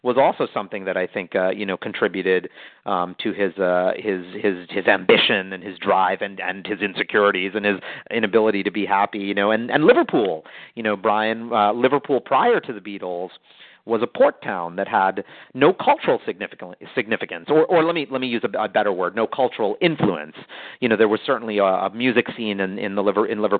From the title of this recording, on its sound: Call in Question and Answer Session